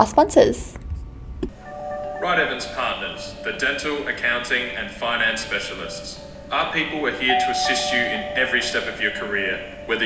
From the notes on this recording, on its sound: Sorry for the screeching laughter—our boujee microphone disconnected